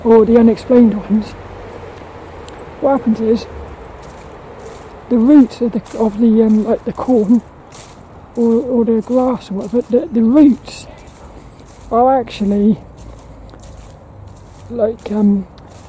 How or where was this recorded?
outdoors